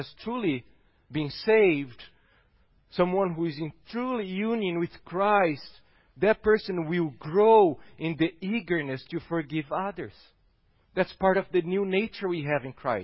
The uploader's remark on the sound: at Gracious Cross Reformed Church Salem